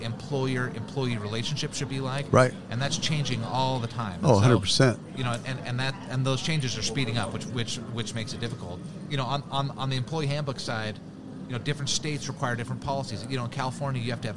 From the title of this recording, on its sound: Live from SHRM 2022